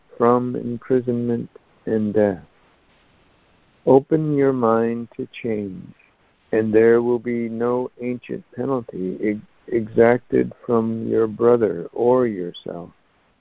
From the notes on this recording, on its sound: ACIM Daily Conference Call